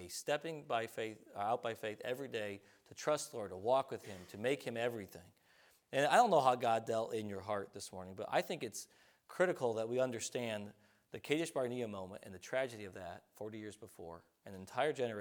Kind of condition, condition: setting, large echoing room